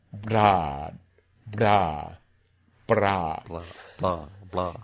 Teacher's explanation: The L sound seems to come out when I put a B in front of it. So there's some acoustic effect of having the lips closed beforehand that makes a retroflex flap sound L-ish